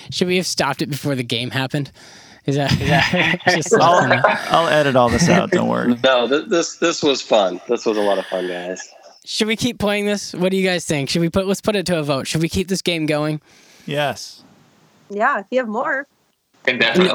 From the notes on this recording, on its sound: The Just In News Podcast team gets together (over the phone, of course).